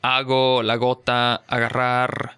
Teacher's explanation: there's also a not-so-hard G, right, that's more continuous